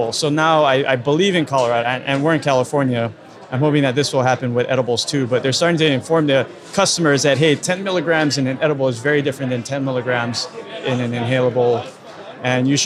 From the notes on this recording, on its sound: In-person interviews recorded on the floor of The Extraction Expo in Los Angeles!